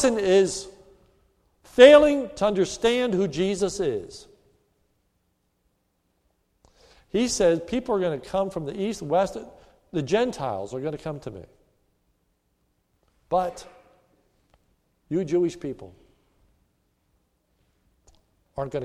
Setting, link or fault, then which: setting, large echoing room